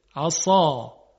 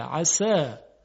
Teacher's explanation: شما در مقایسه سین و صاد اگر یادتون باشه عرض کردیم صدای صاد درشته عصا، اما صدای سین ظریفه عسا. خب همین درشتی که بعد ما اسم اون رو خواهیم آورد در صفات، این درشتی صفت و ویژگی حرف صاده و اون ظرافت صدا ویژگی و صفت حرف سینه.